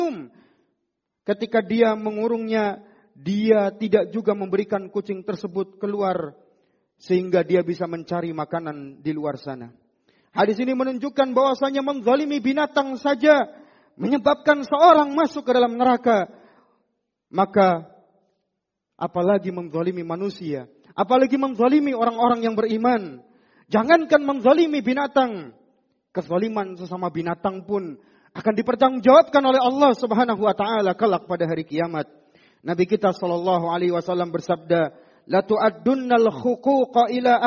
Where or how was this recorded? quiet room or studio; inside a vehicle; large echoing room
large echoing room